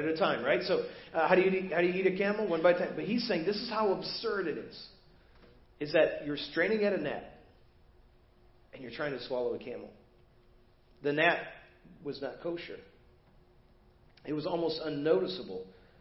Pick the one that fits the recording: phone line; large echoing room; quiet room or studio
large echoing room